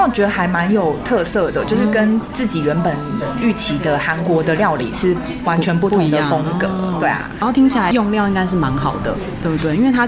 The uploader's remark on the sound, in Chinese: 錄音地點： Tenshima 天島咖啡。本集白噪音指數：蚊風級 1/5。